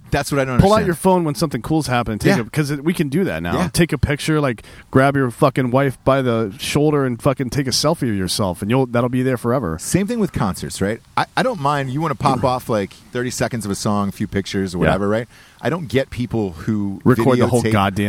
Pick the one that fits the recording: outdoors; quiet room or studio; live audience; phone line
outdoors